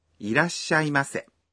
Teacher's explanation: You stop your breath for one beat after ら。